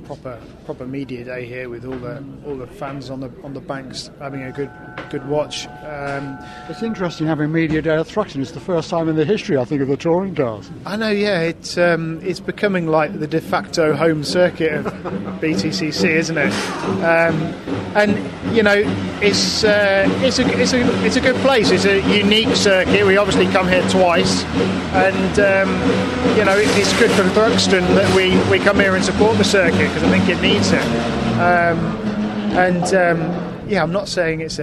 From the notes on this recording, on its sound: at Thruxton Media Day